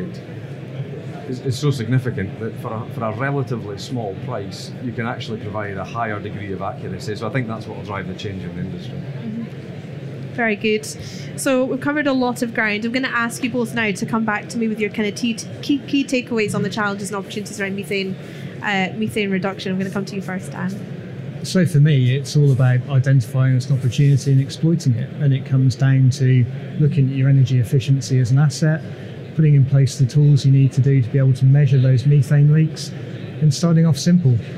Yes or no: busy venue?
yes